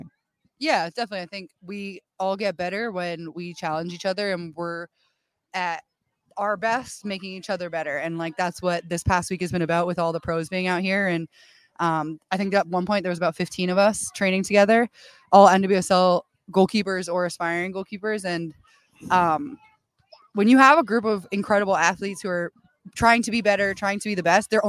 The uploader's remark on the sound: Live From TKI San Diego's Pro Clinic! How to record podcasts in torrential downpour.